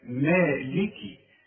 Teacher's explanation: تسكنها إذا وقفت تقول مالك، إنما إذا وصلت اكسر الكاف